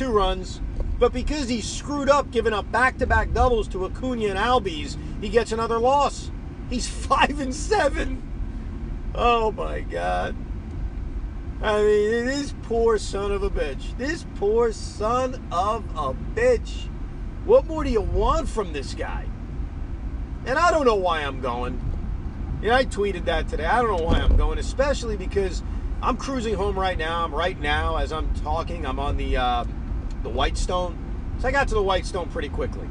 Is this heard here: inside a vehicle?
yes